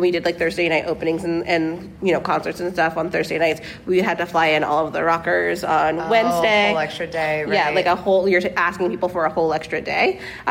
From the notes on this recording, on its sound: The Sartorial Geek Podcast is back with our second ever live episode! This week, we’re live from LeakyCon, an amazing Harry Potter-themed con for fans in Dallas, TX.